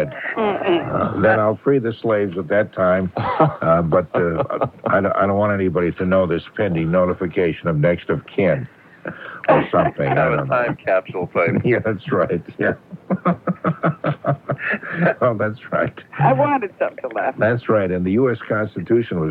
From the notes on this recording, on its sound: I'm on the phone.